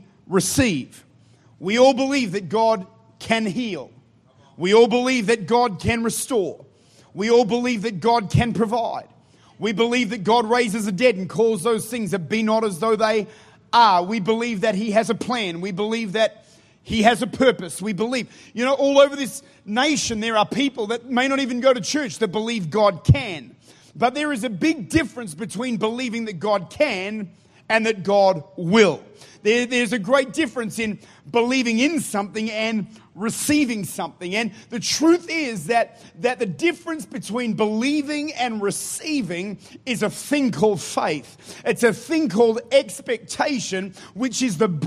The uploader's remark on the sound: Recorded at Life Church, St. Louis, Missouri.